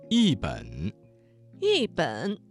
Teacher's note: 这个词当中的一字在三声之前变成了四声